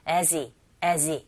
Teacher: he라는 대명사의 h 사운드가 him이나 his나 her, he, him. 이런 흐 사운드가 굉장히 약하게 거의 안 들려요